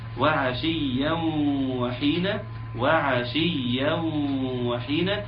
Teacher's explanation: ادغام بغنه فيجب الحفاظ عليه، وعلى الغنه انها تكون تاخد زمنها كامل وتاخد وتطلع من الخيشوم من المخرج بتاعها.